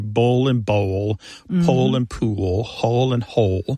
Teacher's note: that L at the end of the syllable is what is known as a dark L. So the physical act of pronouncing that dark L kind of requires the back of the tongue to raise toward your soft palate.